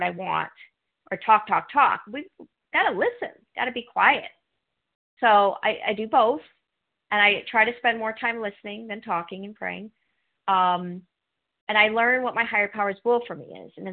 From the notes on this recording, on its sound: from the 100 Pounders Phone Meeting